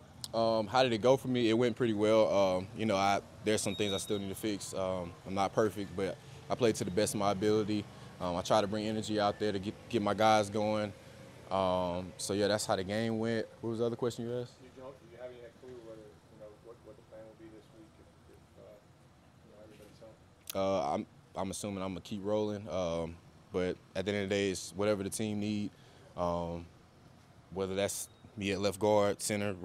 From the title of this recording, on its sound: Press Conference